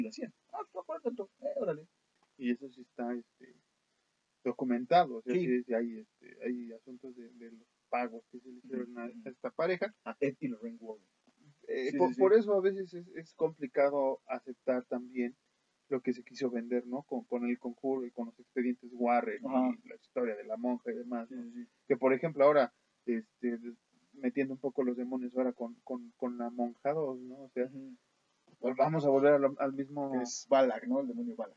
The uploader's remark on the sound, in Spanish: DISCULPE LOS PROBLEMAS EN EL AUDIO, UN DEMONIO SABOTEO ESTE EPISODIO.